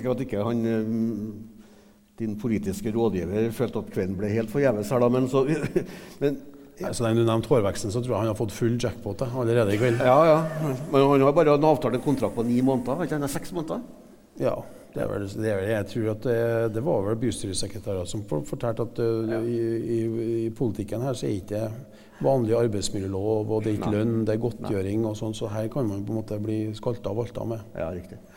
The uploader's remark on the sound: Portrettintervju LIVE. Hør opptak fra live-intervjuet på Adressahuset 17.